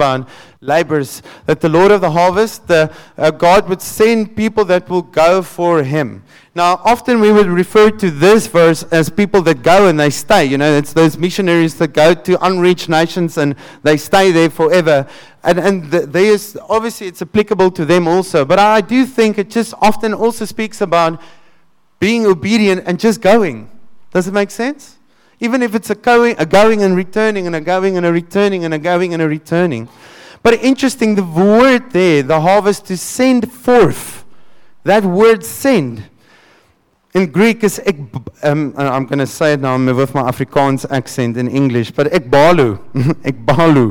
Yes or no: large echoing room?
yes